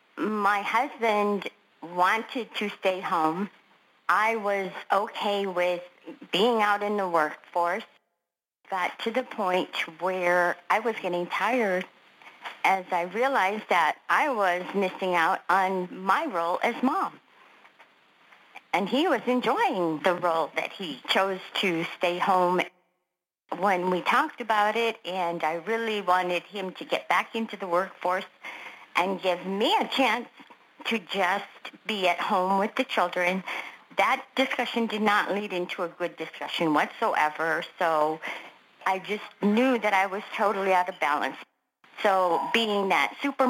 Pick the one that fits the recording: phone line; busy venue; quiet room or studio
phone line